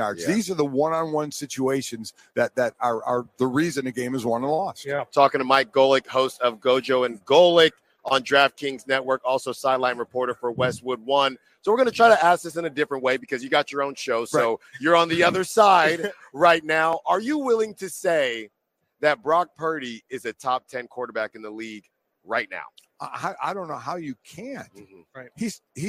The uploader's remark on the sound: RADIO ROW FRIDAY continues LIVE from Las Vegas!